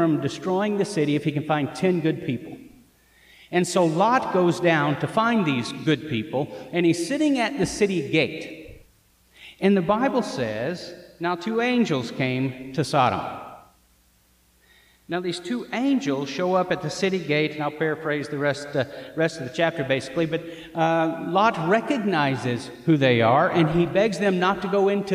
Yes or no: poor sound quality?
no